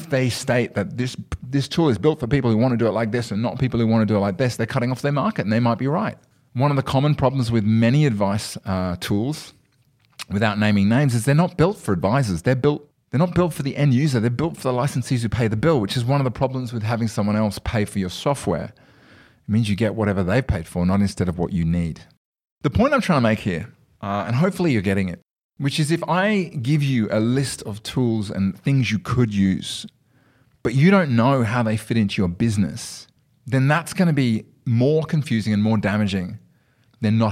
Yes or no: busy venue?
no